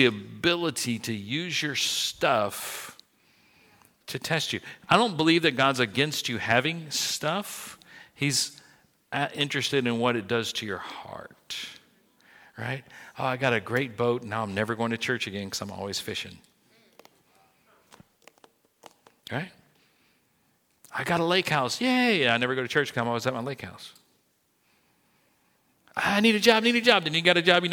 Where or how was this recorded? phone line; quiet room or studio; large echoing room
large echoing room